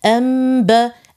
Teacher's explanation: والنون تقلب ميما خالصة لأنه قد جورها حرف الباء، فلا نقول نون، فنذكر ميما خالصة.